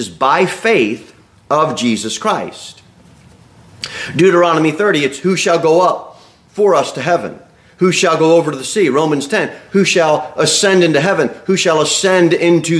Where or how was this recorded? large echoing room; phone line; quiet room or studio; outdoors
large echoing room